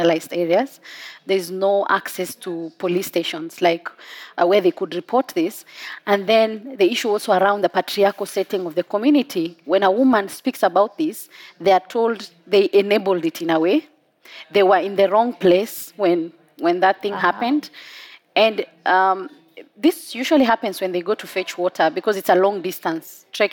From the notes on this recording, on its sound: recorded at COP28 in Dubai